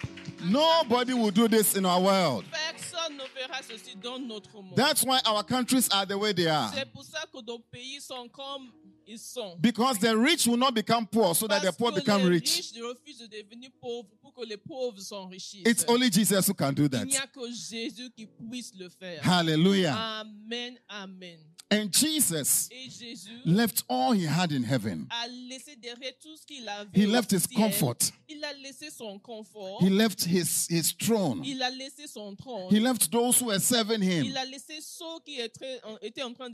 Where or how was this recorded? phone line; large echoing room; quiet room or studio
large echoing room